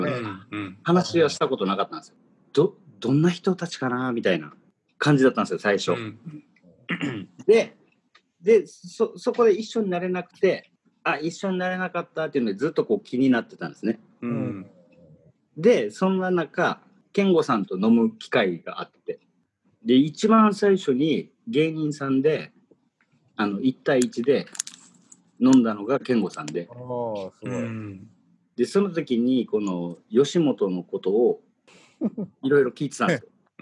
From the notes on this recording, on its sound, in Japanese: 今回もZOOMを使ってのリモートで風を吹かせました。そしてZOOMならではのハプニング。